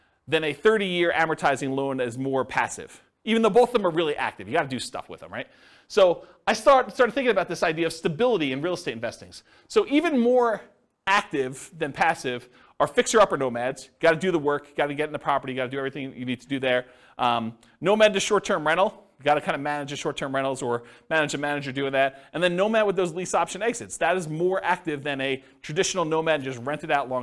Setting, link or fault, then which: setting, live audience